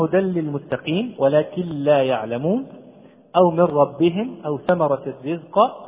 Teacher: لأن الإدغام يكون بغير غنة، فتدغم النون الساكنة والتنوين بغير غنة في الحرفين الباقيين من يرملون، وهما اللام والراء، اللام والراء في كلمة رل، في كلمة رل، في نحو مثلا هدى للمتقين ولكن لا يعلمون، أو من ربهم، أو ثمرة الرزق، كل هذه الأحرف تكون فيها النون مدغمة بغير غنة